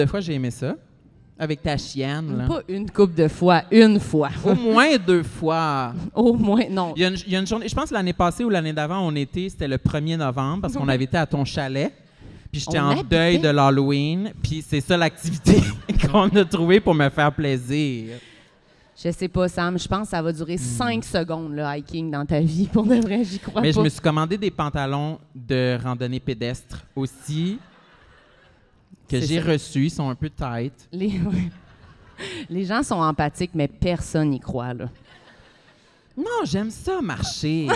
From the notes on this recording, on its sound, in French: LIVE à Québec! Se joignent à la fête pour cet épisode capté à l'Impérial Bell de Québec durant le festival ComédiHa!